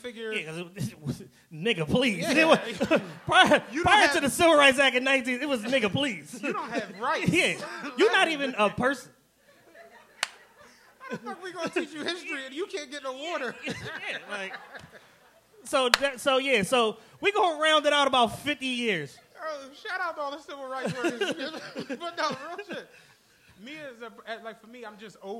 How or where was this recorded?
live audience